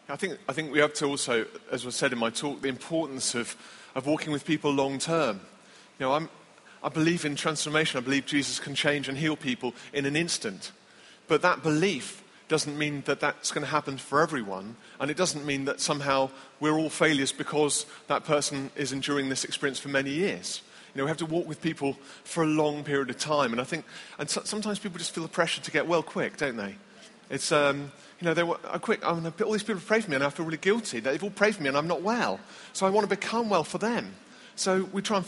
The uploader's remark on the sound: answer questions after the keynotes at the Bradford 09 conference